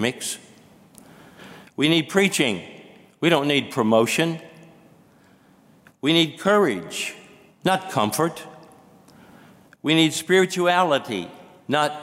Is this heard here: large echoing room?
yes